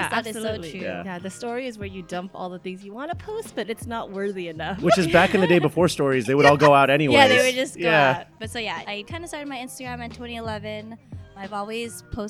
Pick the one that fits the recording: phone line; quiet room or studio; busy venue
busy venue